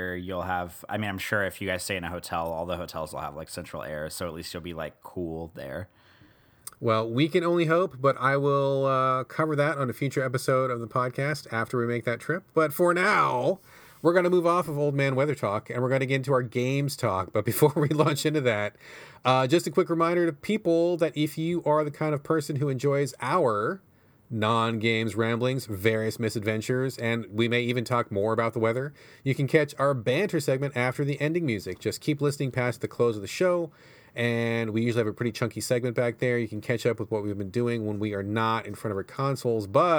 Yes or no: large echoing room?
no